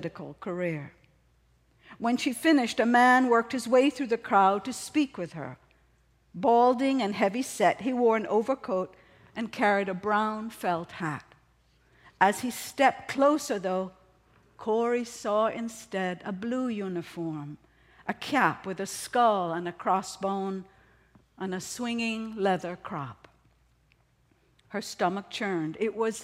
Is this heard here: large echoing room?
yes